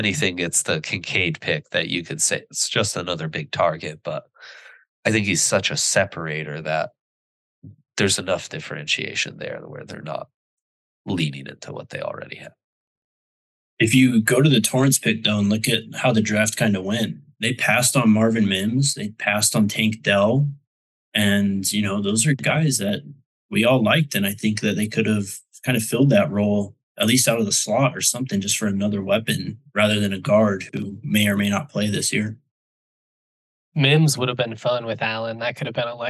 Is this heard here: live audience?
no